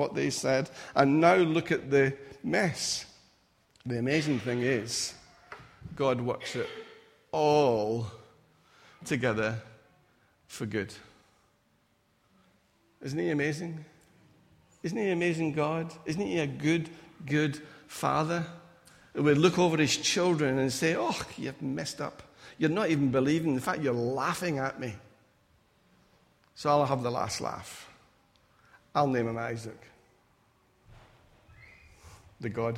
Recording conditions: large echoing room